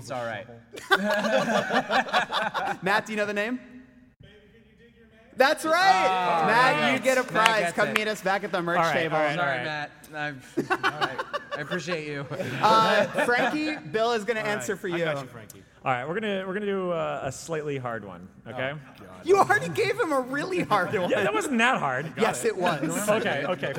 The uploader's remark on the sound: Live from Chicago's Music Box Theatre. This episode was recorded live at Chicago's Music Box Theatre during Greetings from Castle Rock: A Stephen King Film Festival.